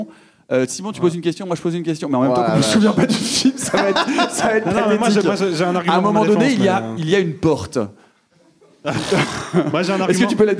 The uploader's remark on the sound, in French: Rediffusé sur grand écran dans le cadre du festival Court-Métrange de Rennes, ce chef-d'oeuvre méritait bien un épisode dédié, qui plus est enregistré en public !